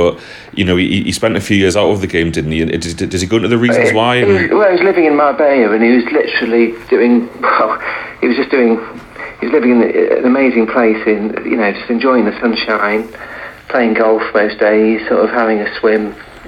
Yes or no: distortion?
no